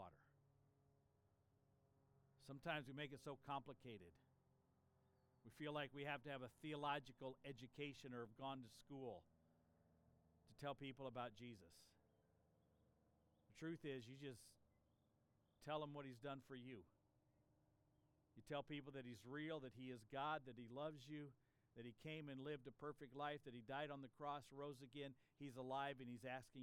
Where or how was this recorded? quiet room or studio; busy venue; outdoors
outdoors